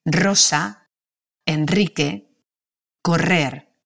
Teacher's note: Произносится как раскатистый длинный звук Р в начале слова, после букв Н, Л или в сочетании Дабле Р